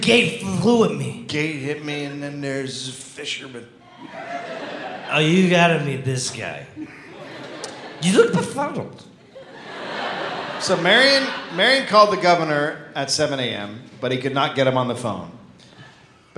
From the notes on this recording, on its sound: live in Seattle